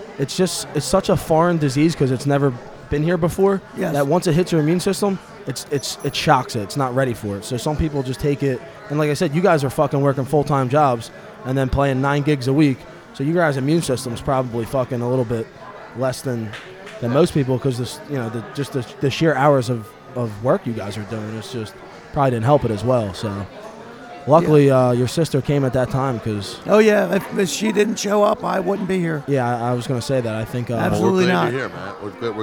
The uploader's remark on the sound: We go live at the Laughing Fox in Magnolia New Jersey